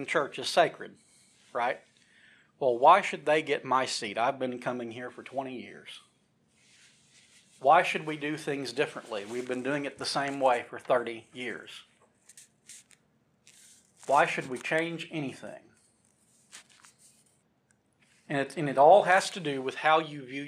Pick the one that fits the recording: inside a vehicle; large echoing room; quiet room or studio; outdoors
large echoing room